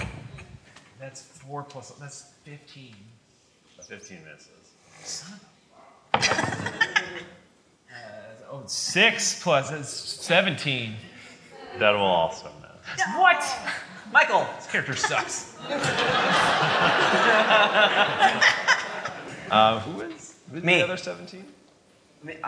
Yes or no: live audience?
yes